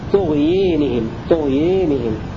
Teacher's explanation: فحيثما جاء لفظ طغيانهم يميل الألف التي بعد الياء دور الكساء